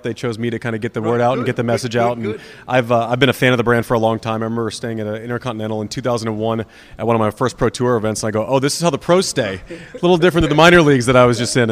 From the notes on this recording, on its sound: At the IHG's Legends, Unmatched Party. At the Kimpton Eventi Hotel plaza party.